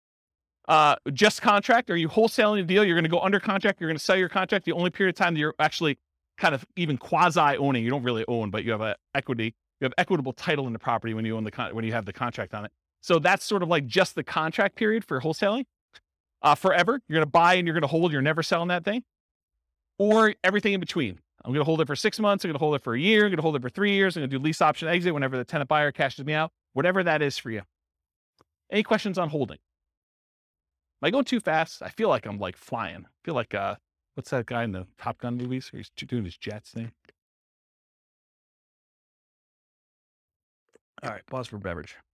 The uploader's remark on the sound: This was a live class recorded. In Las Vegas, Nevada.